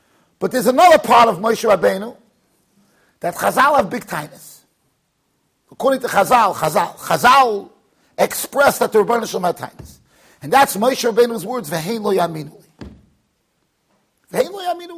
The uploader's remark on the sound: Shiur recorded in Yeshivas Ohr Reuven, Monsey NY.